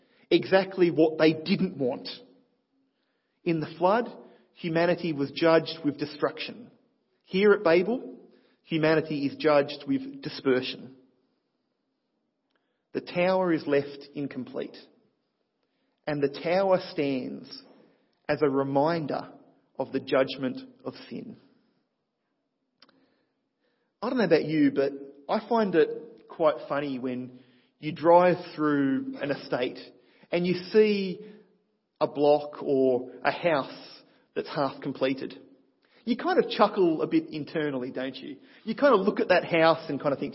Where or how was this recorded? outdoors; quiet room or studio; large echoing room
large echoing room